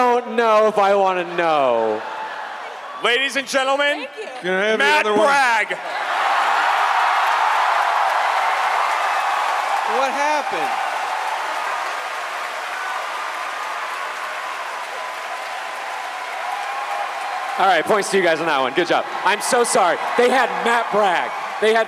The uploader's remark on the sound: RTX 2019 Live! A mind-bending, genre-jumping live comedy extravaganza.